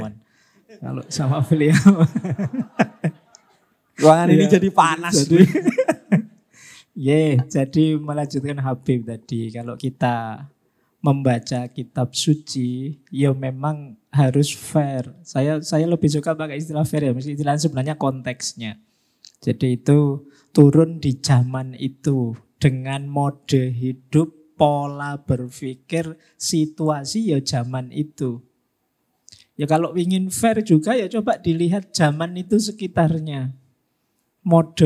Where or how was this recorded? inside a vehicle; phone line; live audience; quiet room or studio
live audience